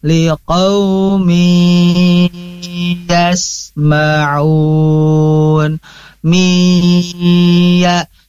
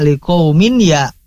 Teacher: Nah, di sini ada tanwin kasrah bertemu ya atau tanwin bertemu ya ke depannya. Nah, ini adalah apa? Idgham bi gunnah, maka harus ditahan. · Shown in: first take